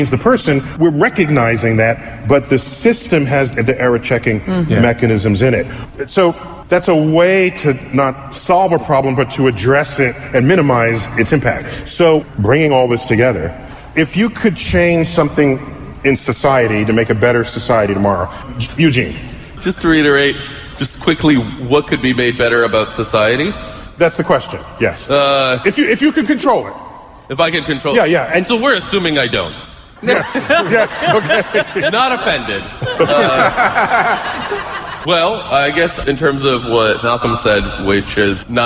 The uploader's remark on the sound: Recorded live at NYC’s Hammerstein Ballroom.